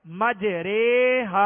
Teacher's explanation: یہ اصل میں اصل کا اعتبار کیا گیا، یہاں اصل جو کلمہ تھا وہ یہ تھا مجرا یوہا، مجراہا پھر بنا اور پھر الف یا کی طرف مائل ہوا، زبر زیر کی طرف مائل ہوئی، تو اب یہ بن گیا مجریہا. لیکن اس را کو باریک پڑھیں گے، پر نہیں پڑھیں گے، موٹا نہیں پڑھیں گے